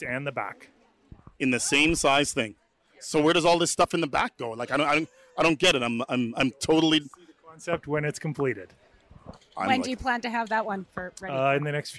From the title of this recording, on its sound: Visits The Nomad Box Bar at Fibre Fest!